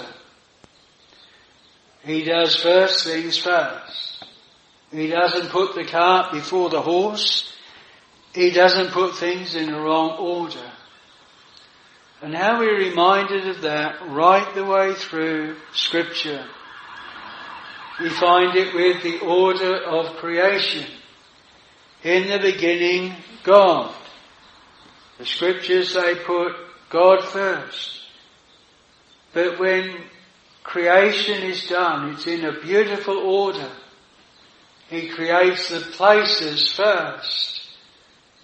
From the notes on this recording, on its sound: This sermon was preached at Jireh Chapel Tenterden